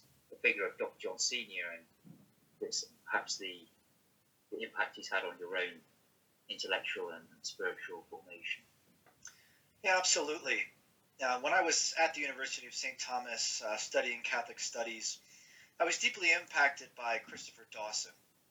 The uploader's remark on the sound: Apologies there were audio problems recording this conversation